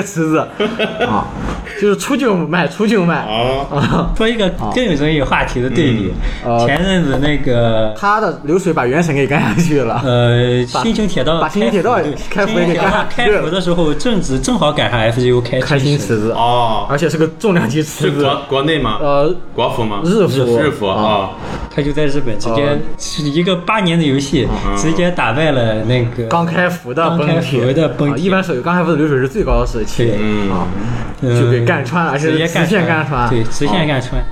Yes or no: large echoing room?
no